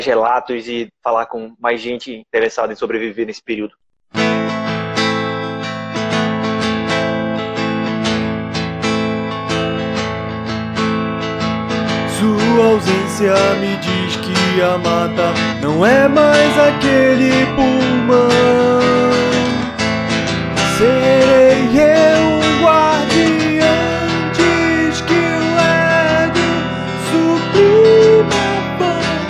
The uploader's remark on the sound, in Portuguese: Podcast/Live que rolou no Instagram da banda